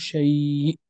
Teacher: عند الوقف عليها نمد صوتها، يعني يجوز مد صوتها، ولا تسمى بحروف مد وإنما تسمى بحروف اللين. · Term: مد اللين